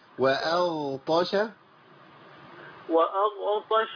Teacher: الغين عايزينها ما تهزش منك، يعني خلص صوت الغين وبعدين انتقل على طول للايه للطاء.